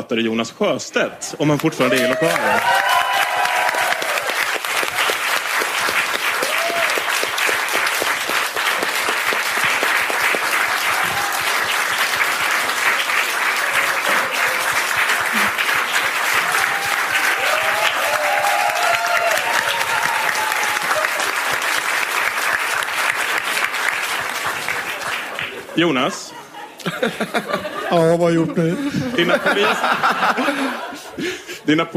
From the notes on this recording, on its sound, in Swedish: Detta avsnitt spelades in live inför publik. På Färgfabriken i Stockholm.